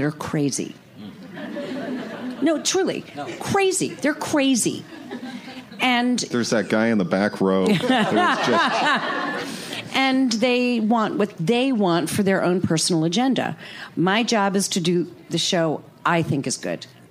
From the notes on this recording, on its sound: “Final Finale” panel from ATX Television Festival. Recorded at ATX Television Fest in June 2015.